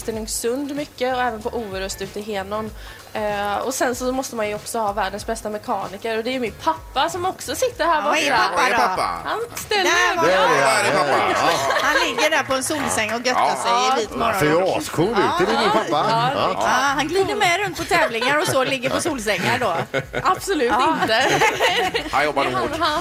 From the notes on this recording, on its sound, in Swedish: Vi sänder live från poolkanten på Sankt Jörgen